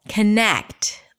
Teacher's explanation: It's the second syllable, connect, longer, louder, higher in pitch. · Term: primary stress